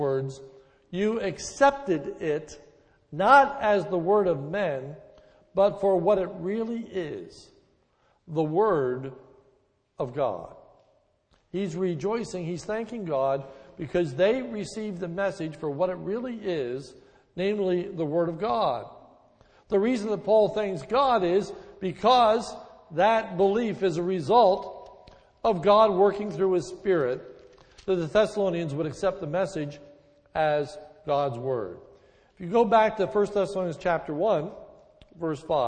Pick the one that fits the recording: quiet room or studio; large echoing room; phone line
large echoing room